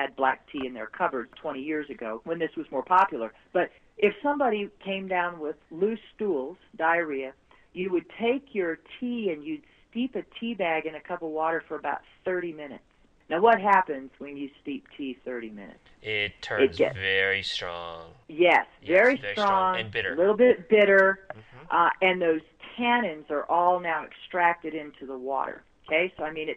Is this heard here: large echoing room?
no